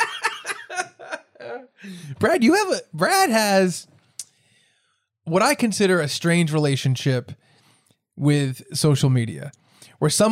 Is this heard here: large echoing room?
no